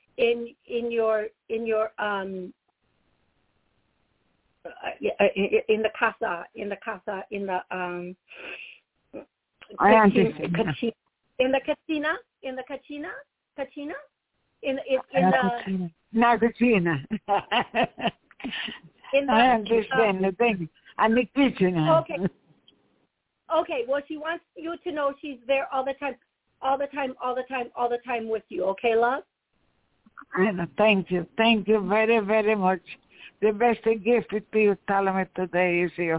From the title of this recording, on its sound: Taking callers Live